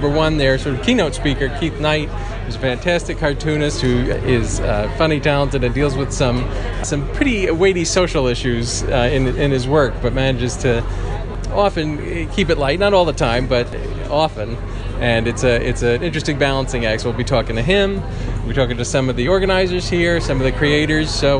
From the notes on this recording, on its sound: Live at MICE. Head to the Massachusetts Independent Comics Expo (MICE) in Cambridge, Mass.